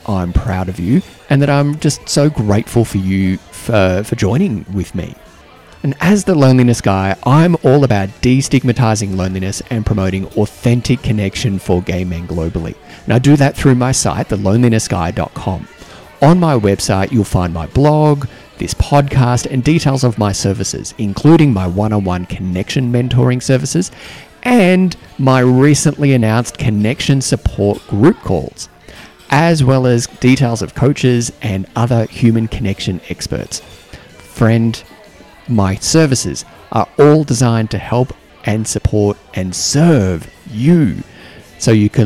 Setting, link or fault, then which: setting, busy venue